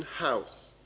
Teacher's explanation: And we've got the glottal fricative, as in house.